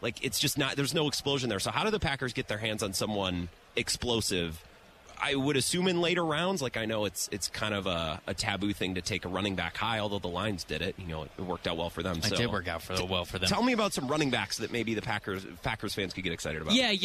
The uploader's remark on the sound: live at Radio Row